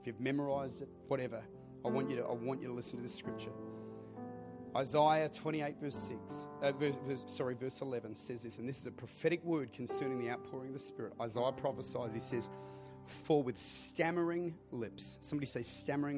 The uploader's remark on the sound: Recorded at Lifepoint Church, Adelaide.